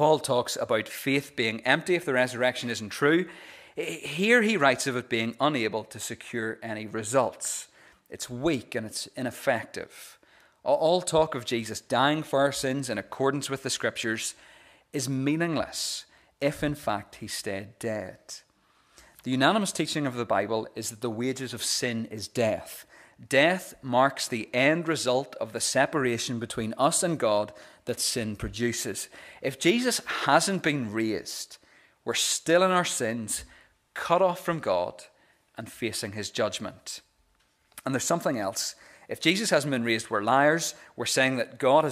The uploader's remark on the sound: the recording of the Bible reading and sermon from our Easter Sunday morning service